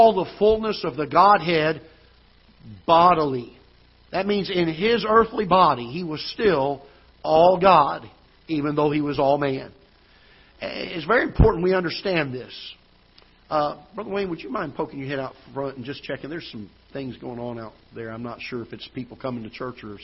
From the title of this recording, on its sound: Ketha Heights Baptist Church ~ Live Broadcast